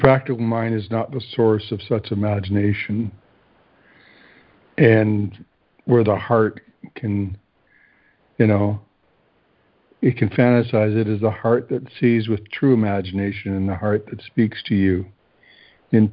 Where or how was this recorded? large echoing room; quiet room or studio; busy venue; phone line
phone line